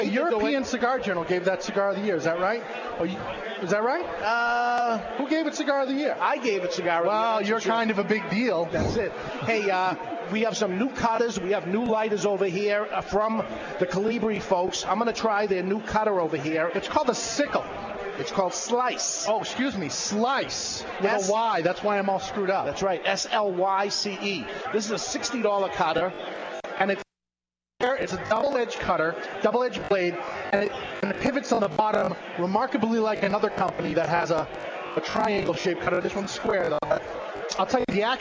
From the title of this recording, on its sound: LIVE from Colorado Rocky Mountain Cigar Festival